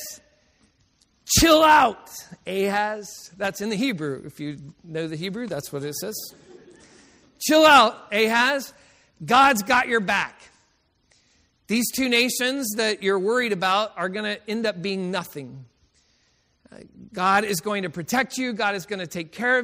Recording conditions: large echoing room